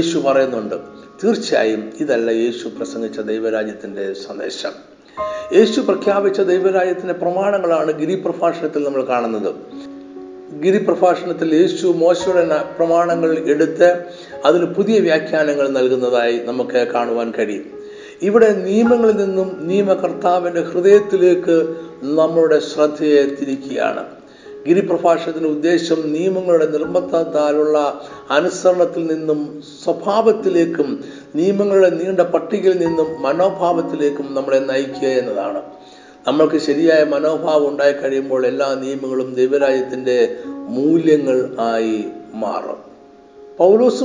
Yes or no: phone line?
no